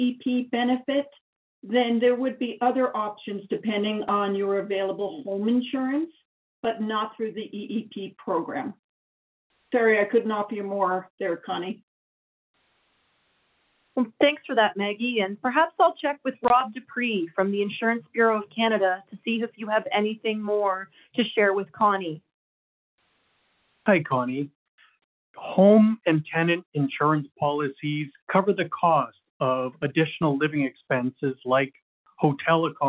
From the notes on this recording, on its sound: Wildfire Evacuation Information Telephone Town Hall. Albertans evacuated due to the wildfires were invited to join a nightly telephone town hall for situation updates and answers to questions.